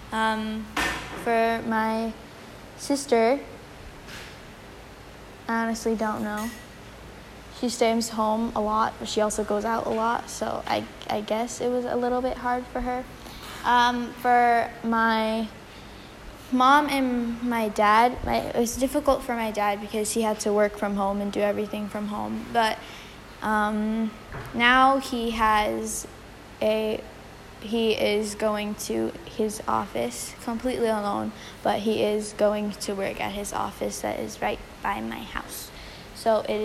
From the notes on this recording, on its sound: I apologize for the background sounds